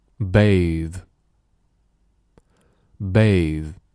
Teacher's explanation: Bathe.Bathe.要注意这里的 E 不发音，最后的 TH 发的是非常轻的 bathe，就一个辅音，千万不要拖音，拖音就变成了我们汉语中晚上睡觉盖的被子，不是，是 bathe.